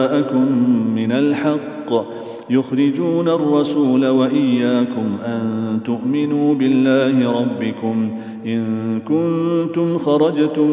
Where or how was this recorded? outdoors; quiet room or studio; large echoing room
large echoing room